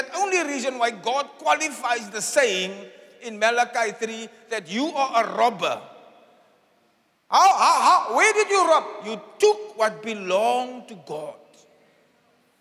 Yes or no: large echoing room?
yes